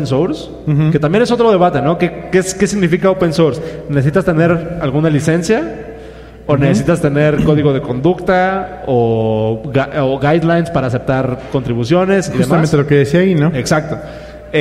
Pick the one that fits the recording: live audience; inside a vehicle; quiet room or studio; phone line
live audience